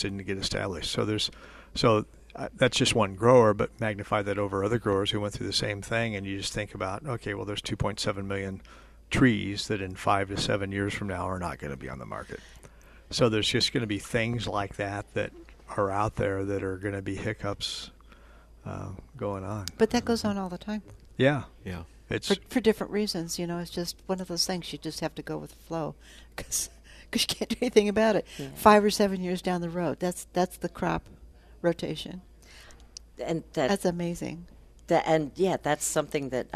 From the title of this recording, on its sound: Live at Prairie Gardens